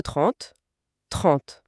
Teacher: La langue ne bouge jamais pour chercher à faire un « n ». Elle se lève juste à la fin pour le « t » final.